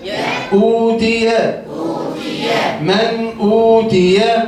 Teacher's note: نون ساكنة مظهرة قبل الهمزة المضمومة